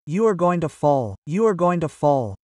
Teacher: The L is hardly pronounced.